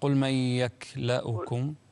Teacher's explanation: الكاف فيها الهمس فقط بدون القلقلة